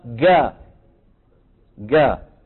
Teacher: نفس الصوت اللي بيستعملوه اهل مصر في القاهرة واسكندرية بالجيم